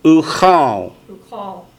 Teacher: Notice the oo vowel instead of the aw vowel.